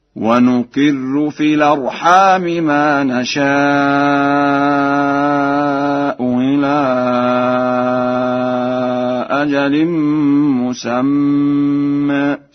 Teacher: قرأها ورش بتسهيل الهمزة الثانية بين وبإبدالها واوا خالصة